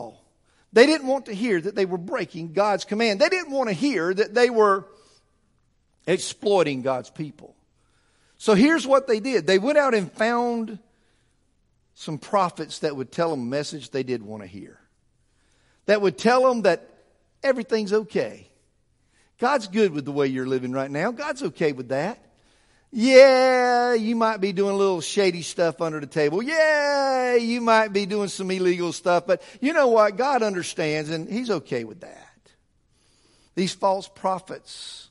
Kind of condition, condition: setting, large echoing room